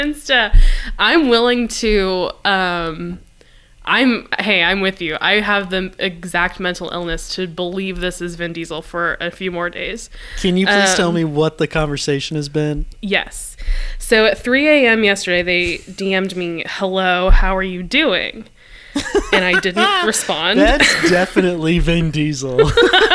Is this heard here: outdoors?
no